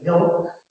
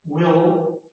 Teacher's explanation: when I say milk, when I say will, I'm pushing my tongue back · Term: dark way